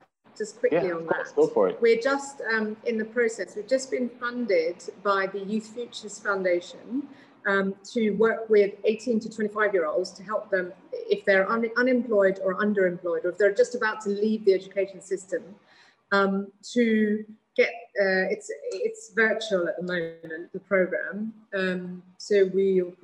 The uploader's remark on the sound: Sona Circle Virtual Event 2021